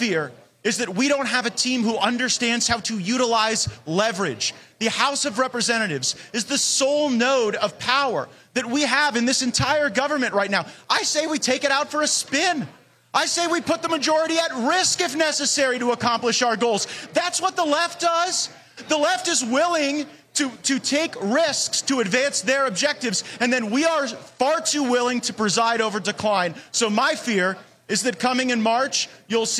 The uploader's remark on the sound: Live From CPAC